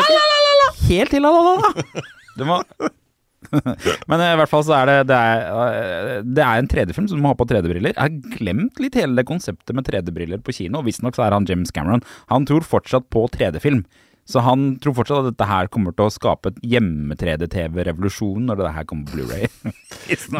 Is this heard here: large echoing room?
no